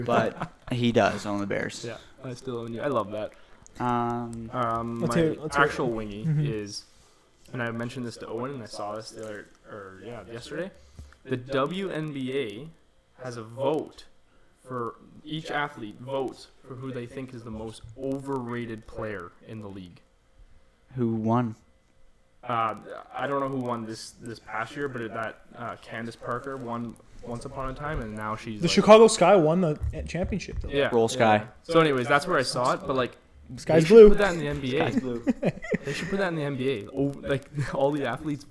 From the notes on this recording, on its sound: We apologize for any audio issues as we are upgrading equipment.